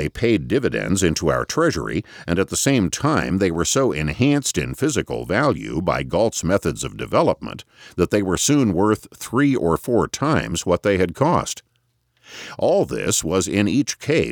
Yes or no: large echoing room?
no